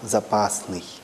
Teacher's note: на «ы» мы ударение не должны помещать. Мы его должны помещать на «а» – «запасный».